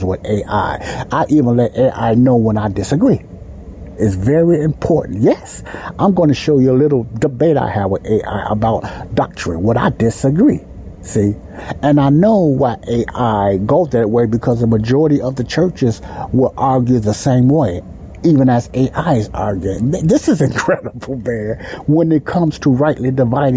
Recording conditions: background noise